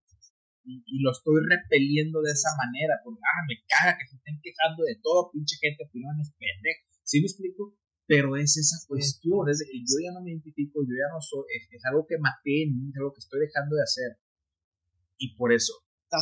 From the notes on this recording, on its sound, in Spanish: Quiero disculparme por la calidad del audio. Desafortunadamente, configuré mal los ajustes del micrófono al momento de grabar este podcast, por lo que el audio quedó como quedó.